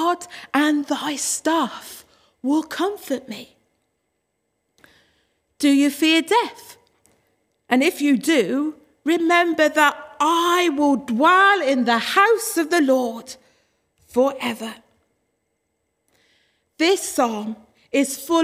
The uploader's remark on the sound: Worship from Morley Salvation Army, originally broadcast live in April 2021.